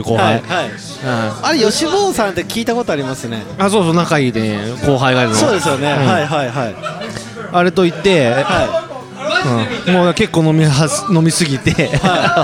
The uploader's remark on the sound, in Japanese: 愛知県東海市を中心に、お酒を呑みながらおじさんが喋るラジオ。今回は東海市大田町にあります楓花亭さんで収録！